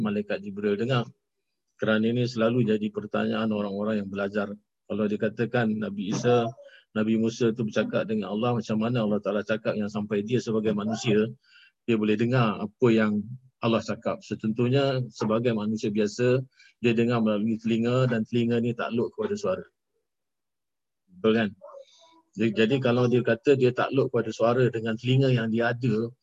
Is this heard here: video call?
yes